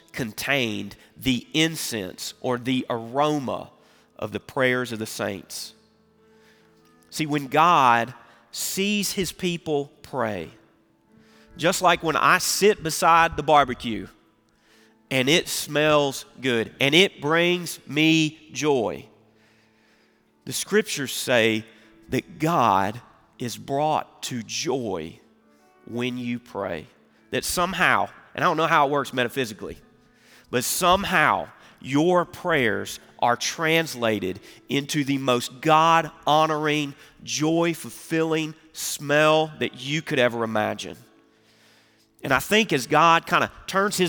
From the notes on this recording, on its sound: Recorded Live at Brookwood Church on 11.26.2023